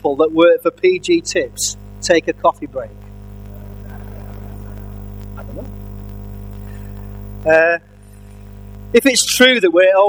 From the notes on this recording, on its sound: Our apologies for the poor audio quality this week, a Buzz on the sound system meant the audio had to be severely treated to make it listenable!